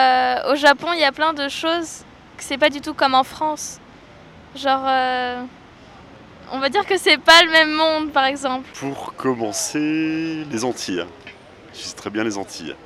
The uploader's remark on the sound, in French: Sur les ondes de Radio Campus Paris 93.9 FM. Une micro-trottoir sur le thème du Tourisme.